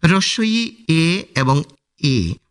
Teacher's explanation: এই তিনটি স্বরধ্বনি উচ্চারণের সময় জিহ্বা সামনের দিকে এগিয়ে আসে, তাই এগুলোকে সম্মুখ স্বরধ্বনি বলে।